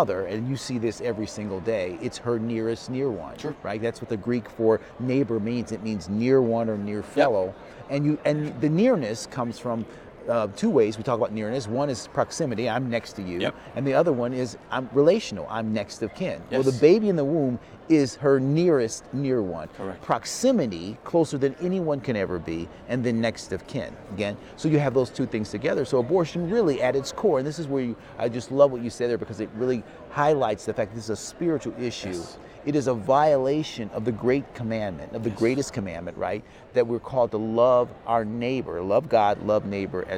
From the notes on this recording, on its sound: This special episode of CareCast was recorded live at Care Net's 2023 National Conference in Mobile, Alabama.